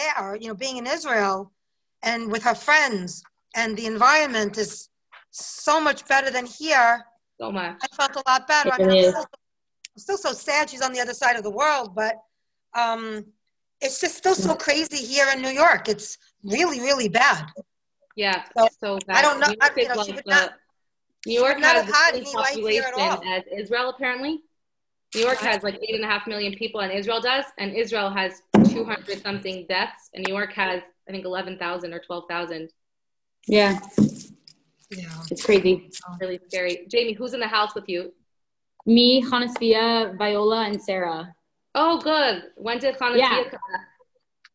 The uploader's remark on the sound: Zoom Classes